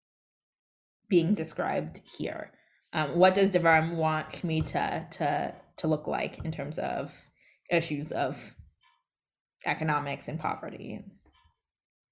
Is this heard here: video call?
yes